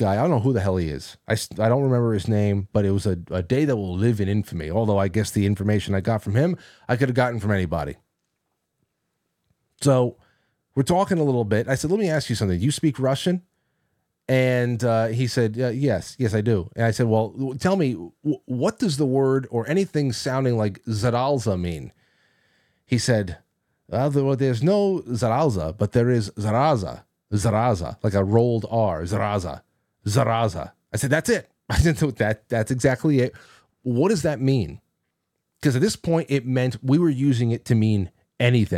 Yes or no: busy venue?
no